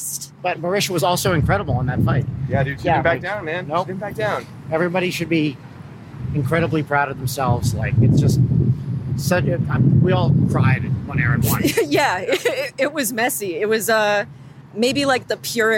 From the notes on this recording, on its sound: We went to Creator Clash 2 and recorded a special live episode